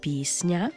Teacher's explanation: А в нашому слові «пісня», «С» та «Н» стоять разом і пом'якшуються одночасно · Term: уподібнення